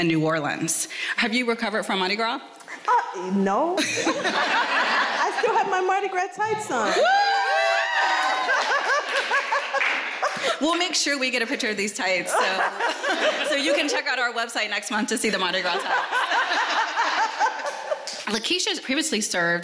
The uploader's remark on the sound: Was the Center for Constitutional Rights’ first live podcast. At Studio Arte before a live audience.